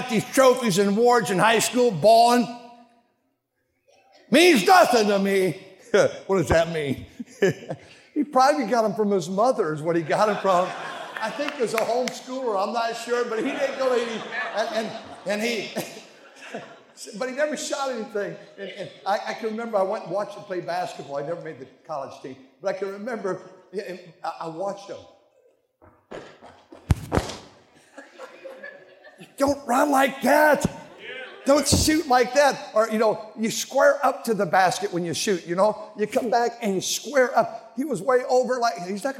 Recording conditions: live audience